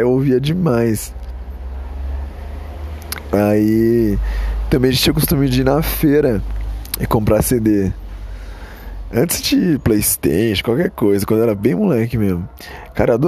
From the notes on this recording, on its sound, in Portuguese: ÁUDIO TERRÍVEL, NÃO ESCUTE. Gravado no celular.